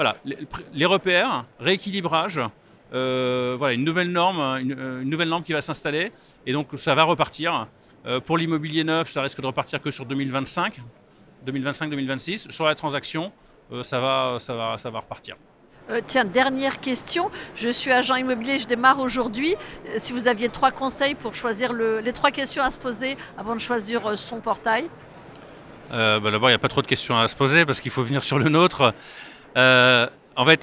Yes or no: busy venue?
yes